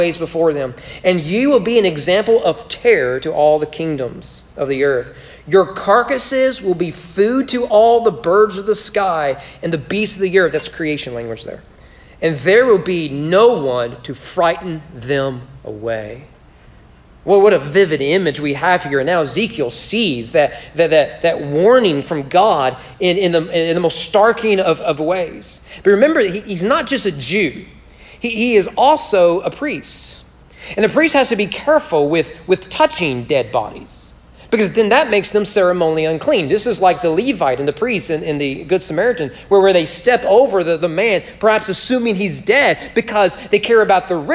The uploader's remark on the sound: Sermon was preached at Corinth Baptist Church in McQuady, KY on March 22, 2021 during their Man Up Monday event.